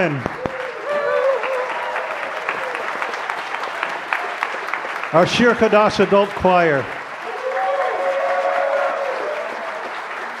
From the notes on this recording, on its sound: The Taubman Symposia in Jewish Studies at UCSB hosts a live musical performance.